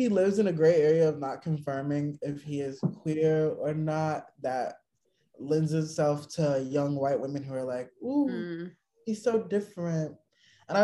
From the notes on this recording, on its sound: We met virtually over zoom. This episode is quite loud and chaotic.